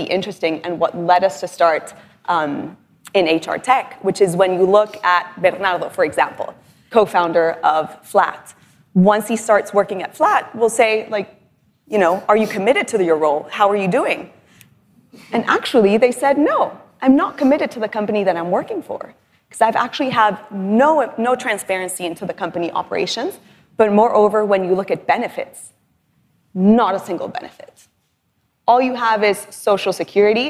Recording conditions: live audience